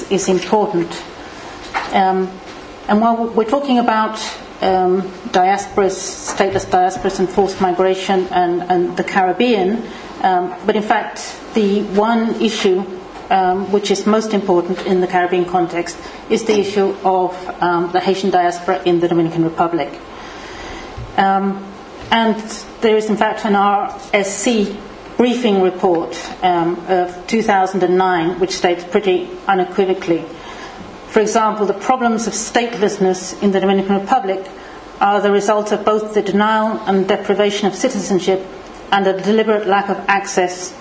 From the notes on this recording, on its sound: This podcast was recorded at the Refugee Studies Centre's seventh Wednesday Public Seminar of Michaelmas Term 2011